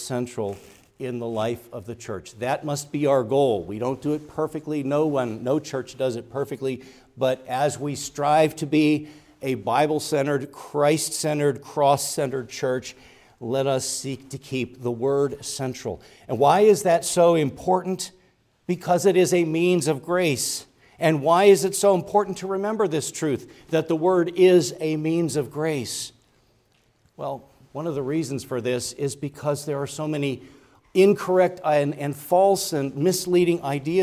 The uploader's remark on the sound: Preached at Grace Orthodox Presbyterian Church in Sewickley, PA, during the evening Worship Service on Sunday, January 14, 2024.